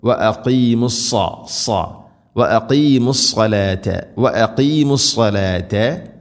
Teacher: ഇദ്ഗാം ബിഗുന്ന, ഹുസ്നൗ വ അഖീമു, വ അഖീമു സ്സലാത, വ അഖീമു അല്ല, വ അഖീമു, ഖാഫ്, വ അഖീമു സ്സലാത, സാദ്, വളരെയധികം ശ്രദ്ധിക്കണം. സാദ് ഇസ്തിഇലാഇന്റെ അഥവാ സ്വരഭാരത്തിൽ ഉച്ചരിക്കേണ്ട അക്ഷരമാണ്, കനപ്പിച്ച് ഉച്ചരിക്കണം